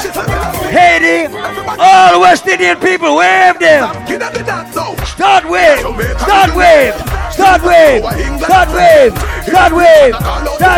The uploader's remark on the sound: LIVE AT ISLAND SATURDAYS ON OCT 29